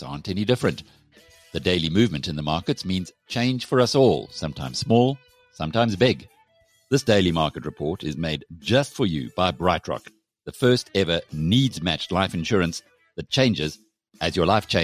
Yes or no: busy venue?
no